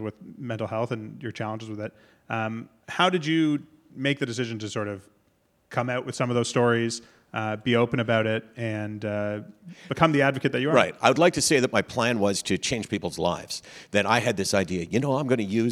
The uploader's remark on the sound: Special live episode of Menschwarmers , recorded at the Prosserman JCC in Toronto on Sept. This is the first in a series of live conversations hosted by The CJN and the Prosserman JCC. Special live episode of Menschwarmers , recorded at the Prosserman JCC in Toronto on Sept.